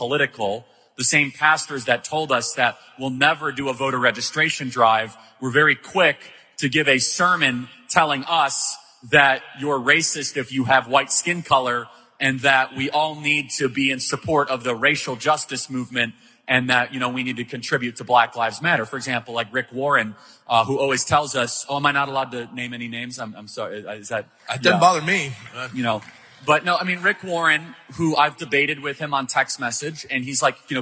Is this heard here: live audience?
yes